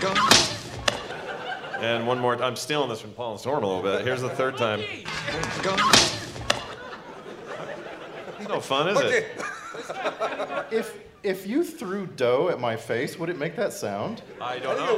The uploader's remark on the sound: Our Nerdtacular 2017 live episode!